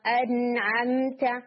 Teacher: نون میں ہمس نہیں ہو سکتی، اس میں نیچرل جہر ہے